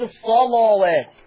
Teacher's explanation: لما تيجي لام مفتوحة قبلها صاد مفتوحة ورش يفخمها · Term: بتفخم اللام